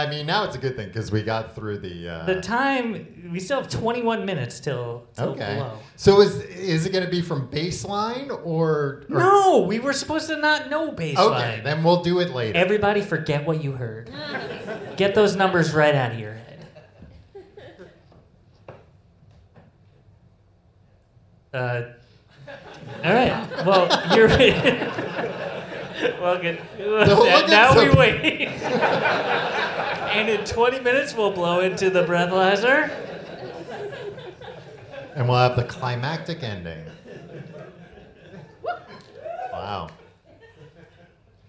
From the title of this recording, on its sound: Live in London